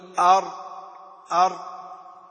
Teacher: قوله وبتكرير جعل، أي أن الراء جعل له صفة أخرى بالإضافة إلى صفة الانحراف، وهي صفة التكرير. والتكرير هو ارتعاد طرف اللسان عند النطق بحرف الراء